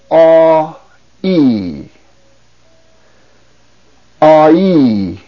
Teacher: If you say the two vowel sounds fast enough, it combines into I. · Term: diphthong